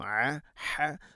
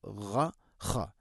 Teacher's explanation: പ്രത്യേകിച്ചും ഈ ആറ് അക്ഷരങ്ങൾ, തൊണ്ടയുടെ താഴെഭാഗം എ ഹ, തൊണ്ടയുടെ മധ്യഭാഗം അ ഹ, തൊണ്ടയുടെ മുകൾ ഭാഗം ഗ ഖ